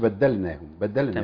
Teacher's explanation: فاللام هنا ساكنة لابد أن نظهرها